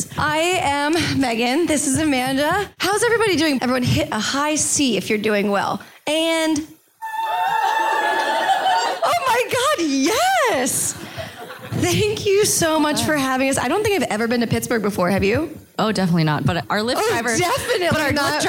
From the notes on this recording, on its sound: Live in Pittsburgh! A live show hosted by the Filipino Students Association at the University of Pittsburgh.